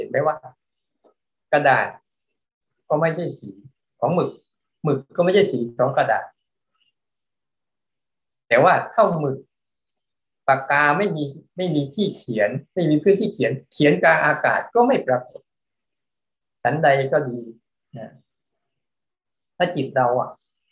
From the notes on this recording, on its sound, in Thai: เป็น 1 ใน 3 คอร์สออนไลน์ (ผ่านโปรแกรม Zoom)